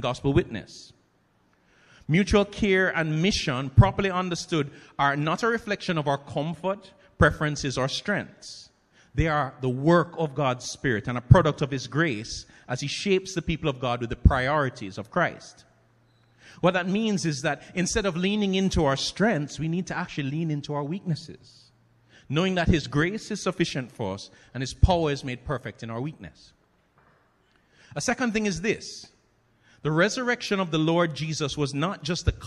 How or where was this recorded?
large echoing room